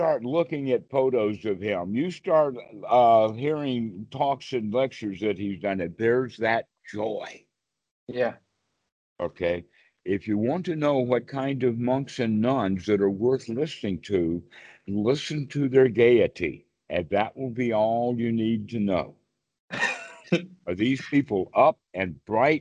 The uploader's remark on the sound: skype calls on this channel